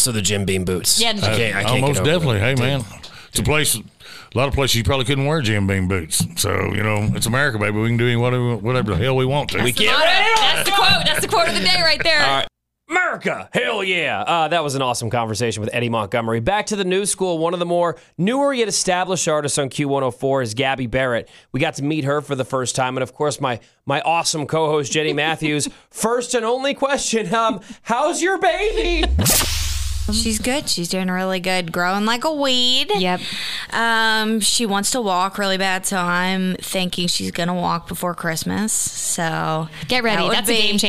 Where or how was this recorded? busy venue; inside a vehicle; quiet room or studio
busy venue